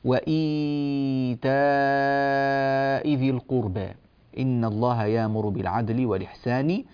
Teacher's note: وإي هذه أربع حركات اختار فيها، تاء هذه ست حركات، فتتبين الأربعة من الستة · Term: مد البدل